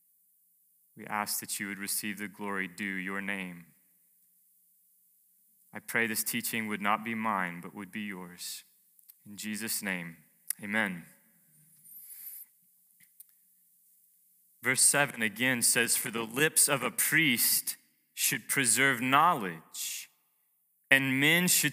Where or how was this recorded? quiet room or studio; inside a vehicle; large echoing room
large echoing room